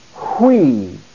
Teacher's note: Figure 2, a very important diphthong found in the New Testament, upsilon iota. It is pronounced we, but the iota has a rough breathing mark over it. Therefore, it is pronounced hui.